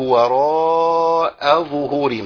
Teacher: الواو مرققه، راء مفخمه، وراء الالف يمد يفخم تفخيما مع الراء ويمد اربع حركات